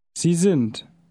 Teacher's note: The D of sind is pronounced like a T because it is at the end of the word.